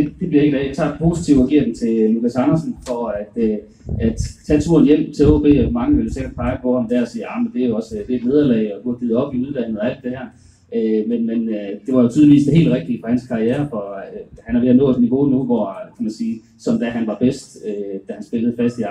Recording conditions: poor sound quality